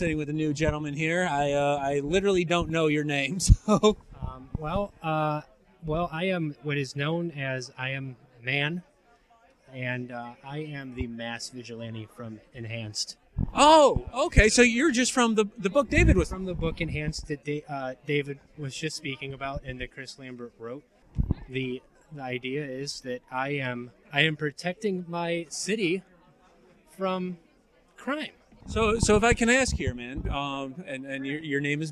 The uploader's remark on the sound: N. E. Geek Expo 2016 Street Interviews. The Action Comedy Nerd Show live show appeared at the N.